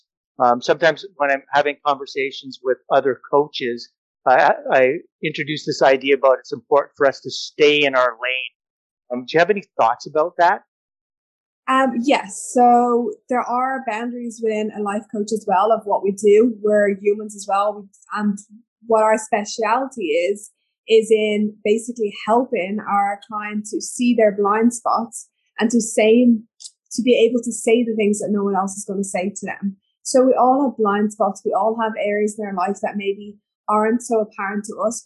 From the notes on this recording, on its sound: When recording this episode, I was experimenting with a new headset and it is quite apparent I should have kept with my usual habit of using my lapel microphone. As a consequence, the sound quality was compromised.